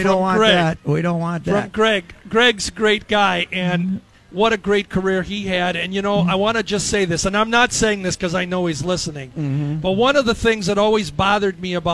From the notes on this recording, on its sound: Day One at the Fair. Live from the first day of the State Fair.